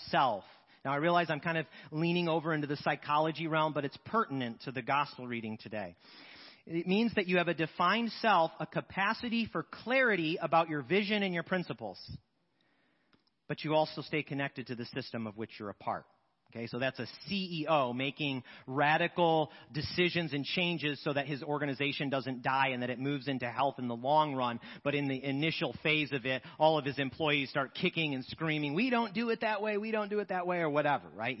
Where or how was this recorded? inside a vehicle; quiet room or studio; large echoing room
large echoing room